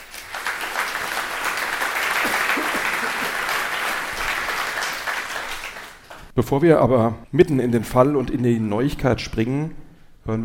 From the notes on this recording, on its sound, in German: live beim SWR Podcastfestival